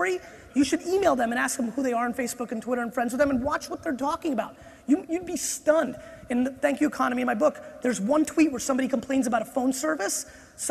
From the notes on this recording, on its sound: This keynote I gave at the INC 500 seminar